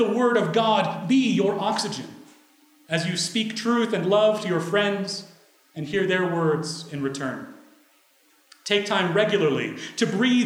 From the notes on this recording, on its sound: In this Baccalaureate service honoring the graduates of Corona Public Schools. Recorded May 15, 2016 at Corona United Presbyterian Church, New Mexico.